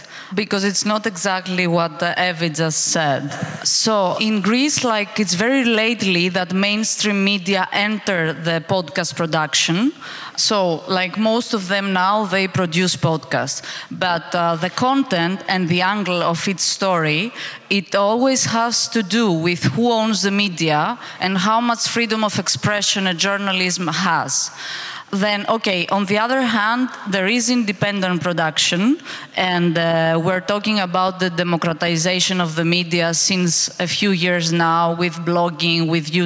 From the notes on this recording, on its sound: Recording of a panel debate held on the 12th of October at Bozar in Brussel. Organized by Sphera Media Lab and Arty Farty.